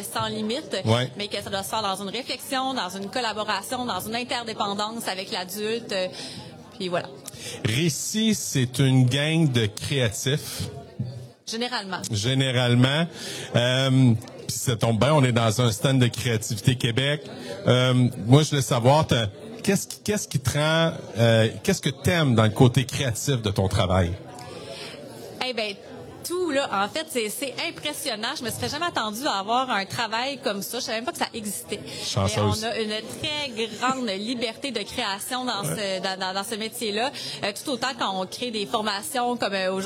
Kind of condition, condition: setting, busy venue